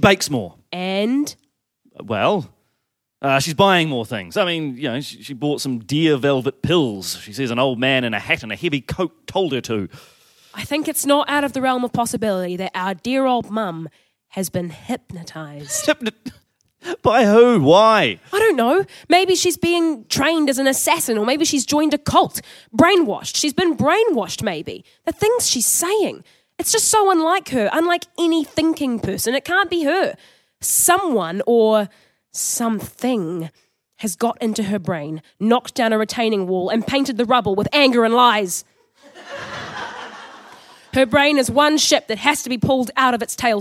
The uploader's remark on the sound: Recorded live at BATS theatre, Wellington, New Zealand.